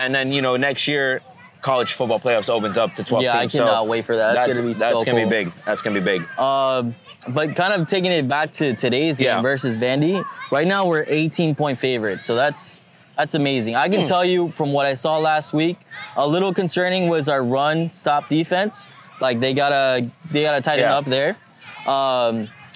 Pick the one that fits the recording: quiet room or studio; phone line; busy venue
busy venue